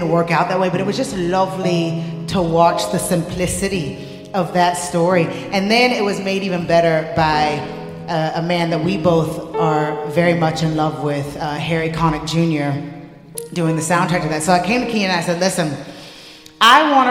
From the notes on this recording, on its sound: Interview at this year's 4 Corners Festival. Those who filled Fitzroy that night will remember an amazing evening of conversation about music and faith and social justice.